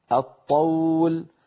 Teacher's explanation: الطول أدغمنا اللام في الطاء